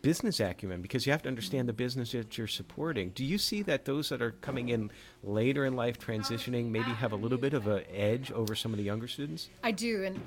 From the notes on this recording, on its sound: Recorded at RETR3AT Cyber Conference Montreat College September 23, 2022.